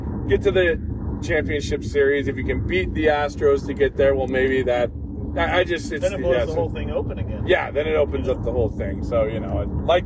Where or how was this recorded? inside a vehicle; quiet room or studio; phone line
inside a vehicle